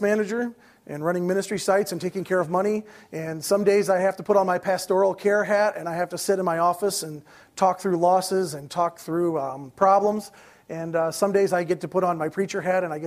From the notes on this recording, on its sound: These messages were preached at Valleybrook Community Church meeting at Blackberry Creek Elementary School in Elburn, IL